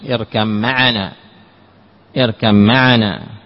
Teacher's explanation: السابع الباء في الميم نحو يا بني اركم معنا، اركب معنا، تدغم الباء في الميم · Term: إدغام كامل